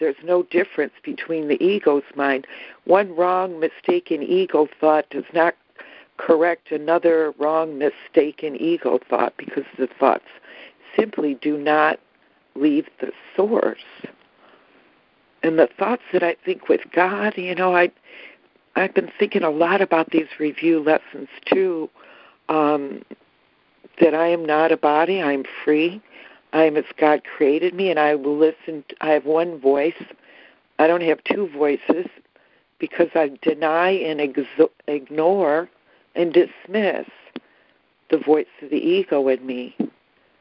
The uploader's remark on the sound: ACIM Daily Conference Call.